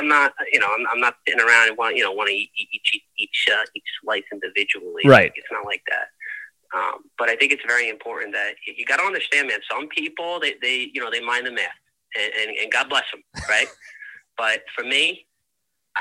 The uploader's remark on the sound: a surprise phone call from a VIP guest